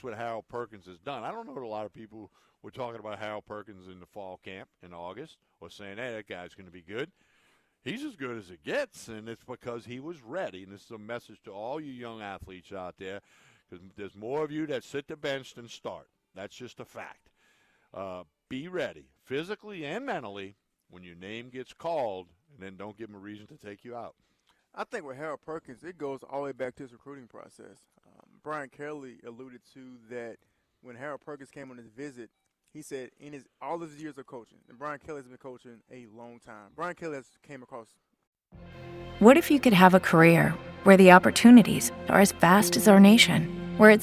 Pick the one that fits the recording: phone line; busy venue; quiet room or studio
busy venue